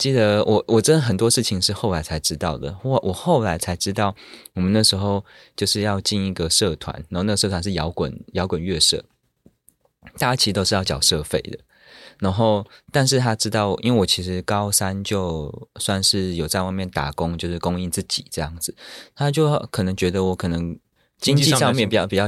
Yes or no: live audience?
no